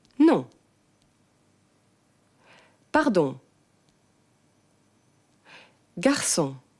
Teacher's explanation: es darf kein N oder gar NG nachklingen · Term: Nasallaute